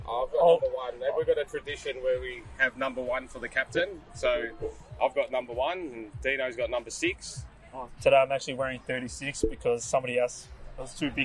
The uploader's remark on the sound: On Location Live at Nations Footy Cup 2021